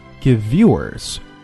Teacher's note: 前后都是 v，所以我们只读一个